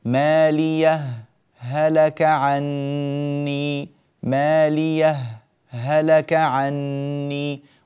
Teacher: أنني لم أتنفس لا بشهيق ولا بزفير بين هاء مالية وهاء هلك · Term: السكت